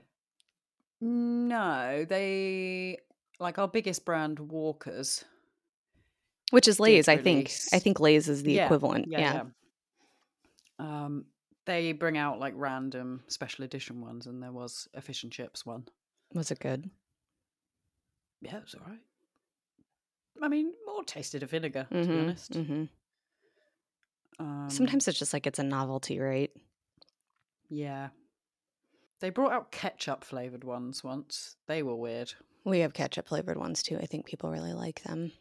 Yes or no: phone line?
no